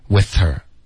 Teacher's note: 后面 with her 呢就把 H 的音省了，连读到 with,然后把 with 的 V 音轻化 with her, OK?学生不要听成 weather,是 with her,代表 with her